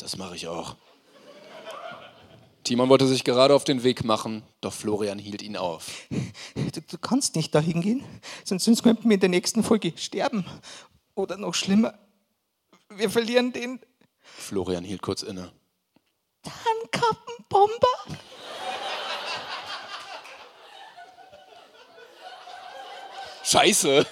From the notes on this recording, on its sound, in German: live aus dem Schlachthof in München